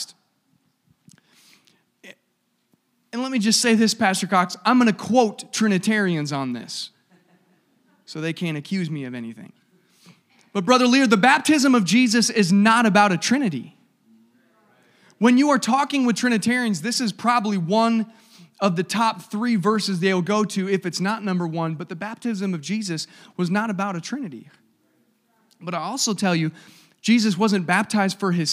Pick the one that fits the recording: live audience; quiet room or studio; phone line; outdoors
live audience